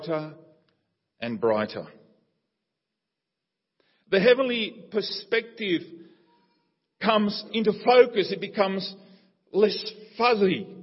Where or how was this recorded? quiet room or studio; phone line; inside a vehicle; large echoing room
large echoing room